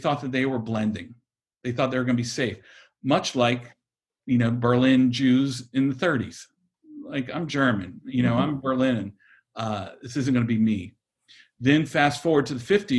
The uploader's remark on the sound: Recorded at Temple Beth-El’s virtual Shabbat morning gathering. Is recorded during virtual gatherings of Temple Beth-El in Richmond, Virginia.